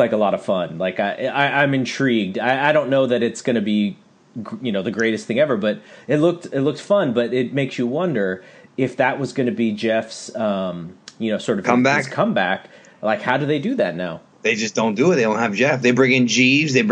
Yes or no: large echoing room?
no